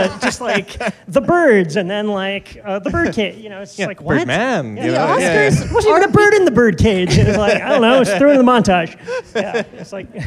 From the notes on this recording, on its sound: This LIVE episode from the UCB Sunset Theatre in Los Angeles.